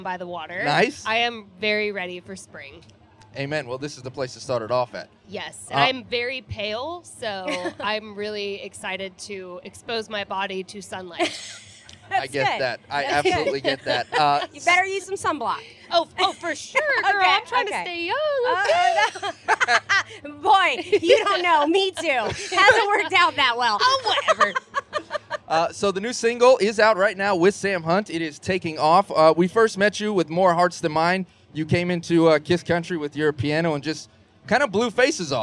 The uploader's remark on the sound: at Tortuga Music Festival